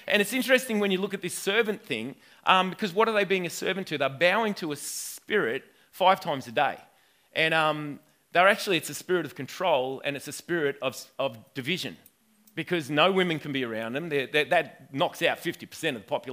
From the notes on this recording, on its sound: This message was recorded at River Edge Church on 29/09/2019 at the 9am gathering.